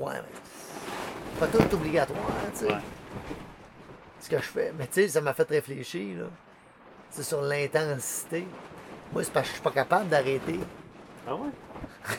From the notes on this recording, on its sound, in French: Le soir d’une journée où ils ont abattu un orignal, en Gaspésie. Ça s’est produit une journée de forte tempête de pluie, en septembre 2020, et le bruit de fond que vous entendez à l’occasion est la pluie et le vent qui souffle sur la tente d’explorateur, dans laquelle ils ont séjourné, à la merci des éléments, au fond de la forêt québécoise.